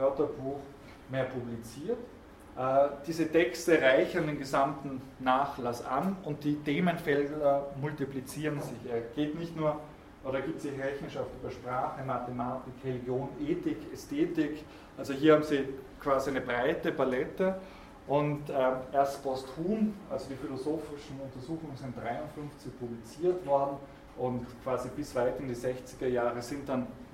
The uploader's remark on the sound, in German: Diese Vorlesung wurde von Studierenden aufgenommen